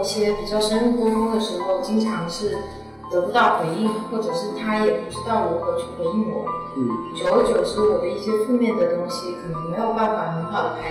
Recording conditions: echo